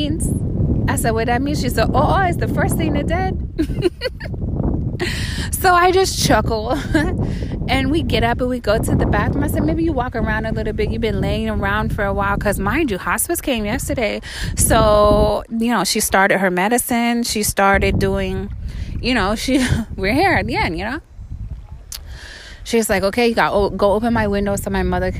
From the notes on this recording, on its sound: Recorded live from Bunche Beach, San Carlos Bay, FL.